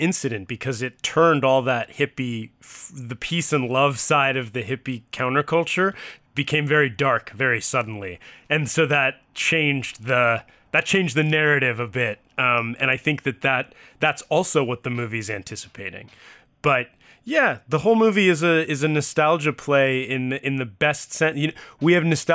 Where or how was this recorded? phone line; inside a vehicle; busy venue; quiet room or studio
quiet room or studio